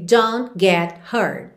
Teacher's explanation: Aqui a gente quase não ouve os T's finais